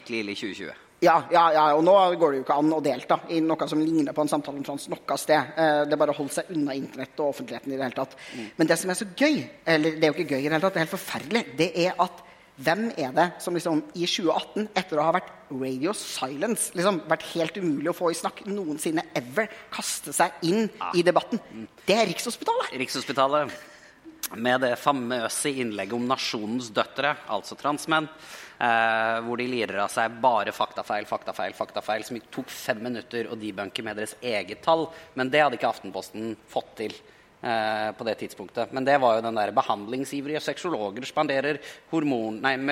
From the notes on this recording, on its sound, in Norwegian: Live fra Arctic Pride